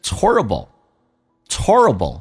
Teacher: Horrible 指的是很恐怖， It is horrible to 什么东西很恐怖的意思。OK，首先我们看一下 It's，它在口语化当中有时候快速的时候，我讲的是快速，有可能发成 ts， It's, that's, what's 都可以发成 ts，偷懒变成 It's horribleIt'shorrible，所以你很难听到那个 It's horrible, It'shorrible，这是第一个。